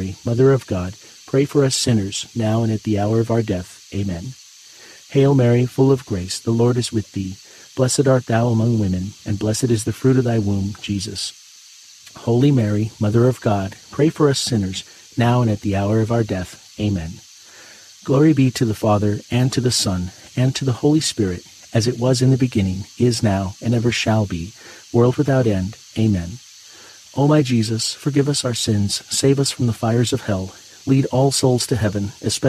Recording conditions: sounds in the background